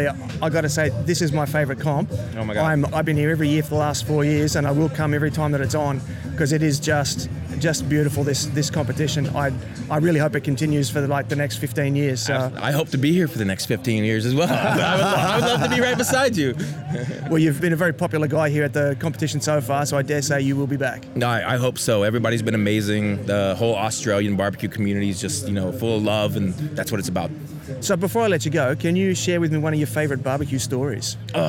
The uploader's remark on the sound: This episode was recorded at the Fabulous Burleigh BBQ Championships, the jewel in the crown of competition BBQ in Queensland.